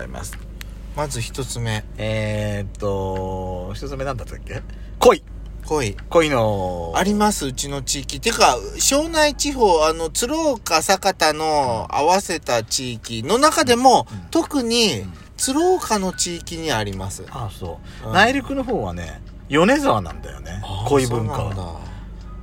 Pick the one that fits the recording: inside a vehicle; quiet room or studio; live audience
inside a vehicle